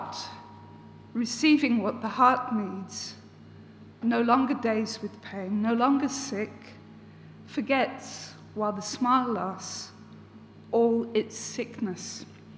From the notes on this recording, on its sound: This recording is taken from the Writers Centre Norwich salon. Poetry reading at the WCN Salon.